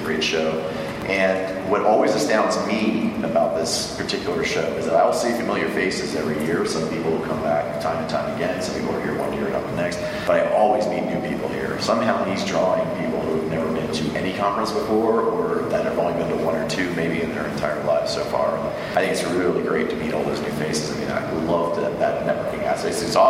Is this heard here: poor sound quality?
yes